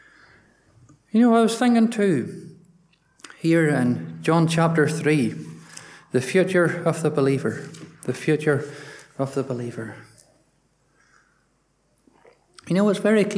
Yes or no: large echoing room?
yes